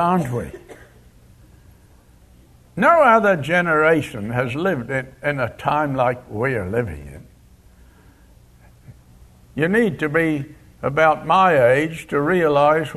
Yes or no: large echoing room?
yes